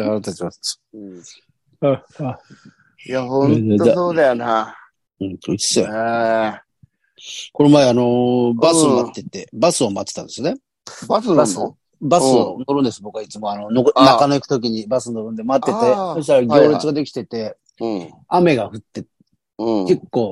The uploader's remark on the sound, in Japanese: ZOOMで収録